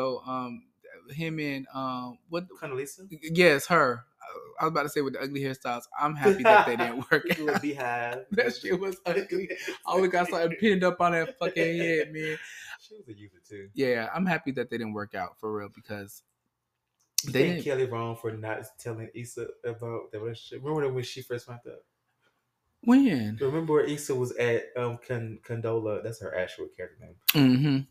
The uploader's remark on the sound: Sounds varied due to this week's set-up